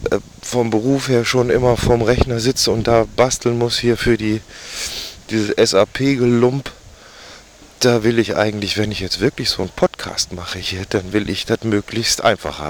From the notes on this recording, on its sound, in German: Erste Außenaufnahme (windig)! HTC Audio Recorder, AudaCity.